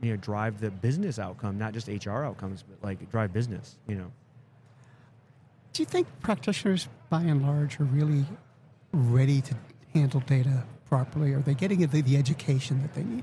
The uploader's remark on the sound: Live at the HR Tech 2022 conference